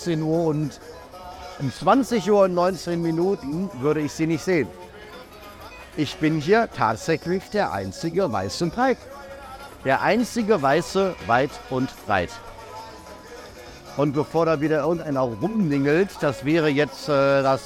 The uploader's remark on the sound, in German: LIVE vom Unabhängigkeitstag in Surinam. Deswegen habe ich mich für dich mitten ins Getümmel gestürzt und berichte von den Eindrücken einer großen Festivität in dem kleinen Staat Surinam. Lasse ich quasi die Energie und Atmosphäre des Momentes durch mich in diese Aufnahme einfließen.